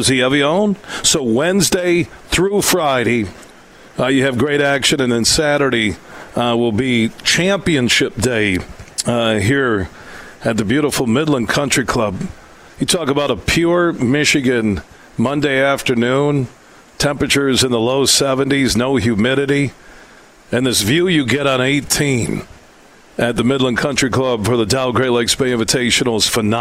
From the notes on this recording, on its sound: Today, we're broadcasting live from the Midland Country Club as the Dow Great Lakes Bay Invitational two-person event takes place this week.